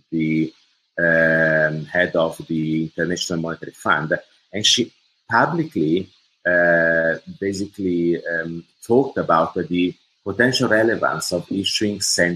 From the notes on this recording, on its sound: This is the audio track of a Google Hangout.